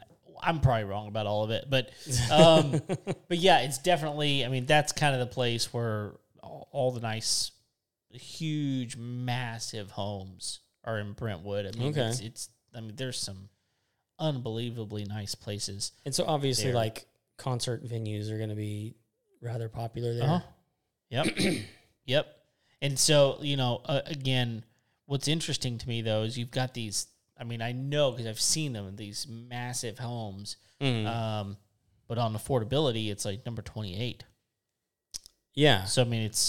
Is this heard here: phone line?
no